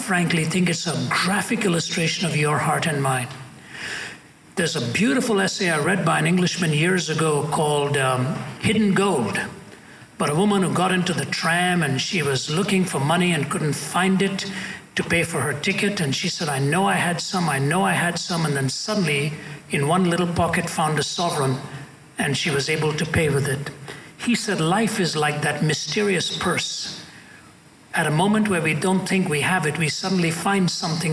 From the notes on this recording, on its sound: at a Q&A session at Columbia University